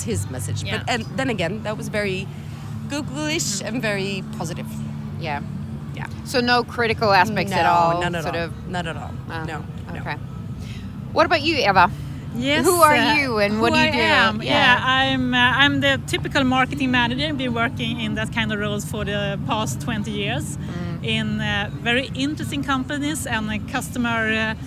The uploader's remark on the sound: Recorded on Friday the 9th of March, on a pulsating Austin street. Right in the middle of the SXSW festival.